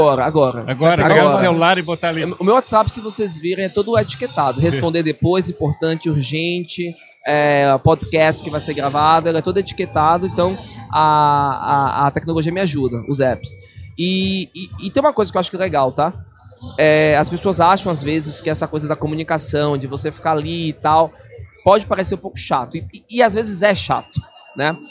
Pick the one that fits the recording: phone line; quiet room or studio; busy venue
busy venue